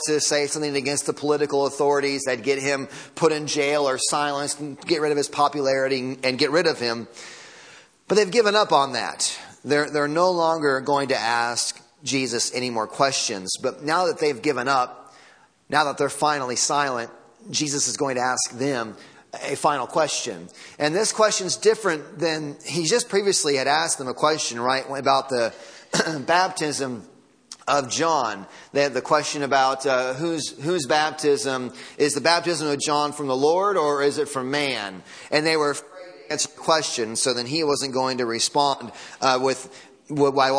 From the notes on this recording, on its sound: Audio from Sunday Morning Service.